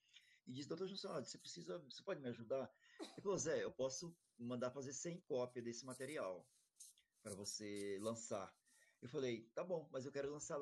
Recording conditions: video call